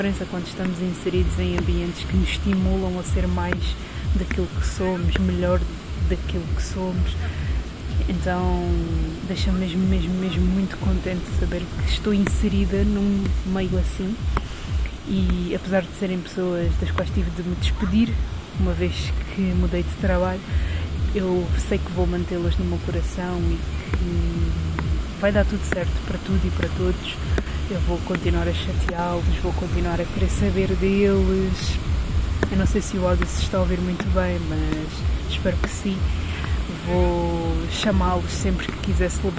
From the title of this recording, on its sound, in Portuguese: mini episódio na praia